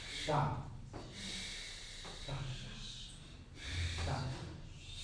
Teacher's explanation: Pero si yo la pongo para abajo, un poco cha así, sin tocar, podemos oír sha, sha, sha. Ahí la lengua casi está tocando con el paladar.